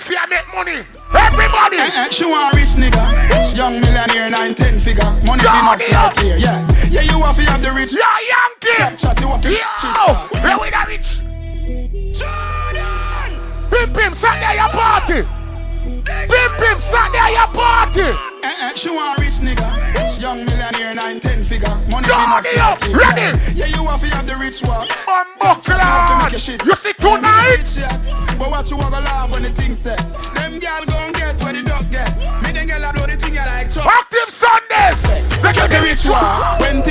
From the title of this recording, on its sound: Live At Toxxic Tuesdays